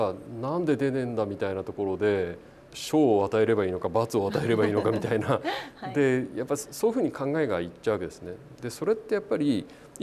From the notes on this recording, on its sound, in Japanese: イベントでの公開収録となっているおり、通常回と音声環境が異なることをご了承いただけますと幸いです。